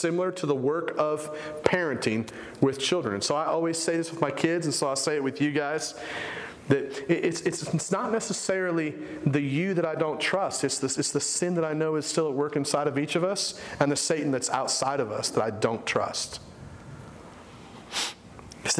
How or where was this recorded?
large echoing room